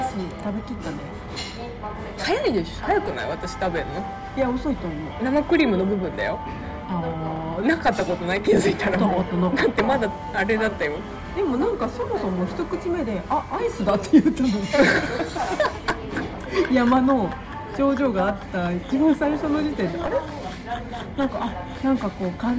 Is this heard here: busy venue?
yes